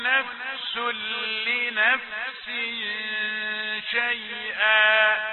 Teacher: التنوين لنفس مقابل شيئا، حكمه الإخفاء وفيه الغنى